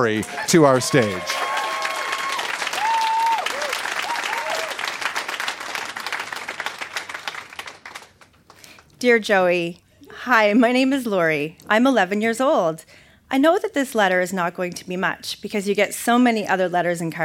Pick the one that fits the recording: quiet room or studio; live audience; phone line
live audience